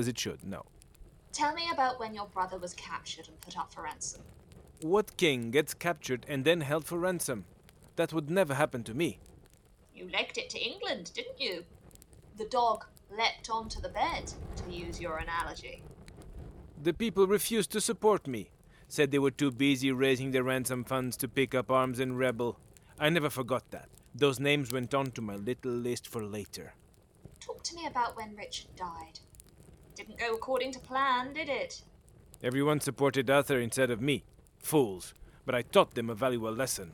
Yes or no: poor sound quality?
yes